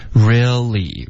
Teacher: real 结尾呢不要再撅嘴唇，你发成了 real，OK，用了一个呜的音